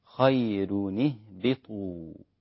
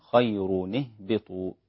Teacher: والباقون خير نهبطوا بتفخيم الراء · Shown in: second take